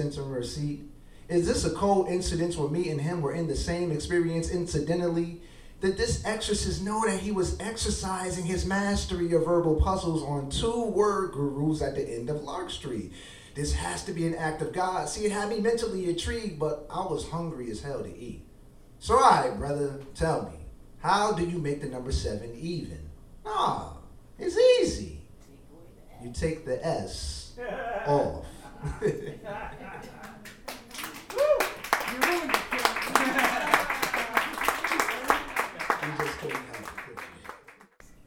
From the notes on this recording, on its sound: at the Brass Tacks poetry and spoken word open mic on December 4, 2018, at The Low Beat in Albany, NY